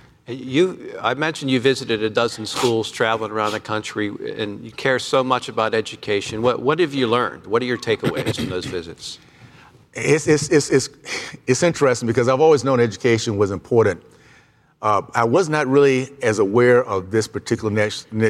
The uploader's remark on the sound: Comes live from the 2022 Career Education Convention. Comes live from the 2022 Career Education Convention.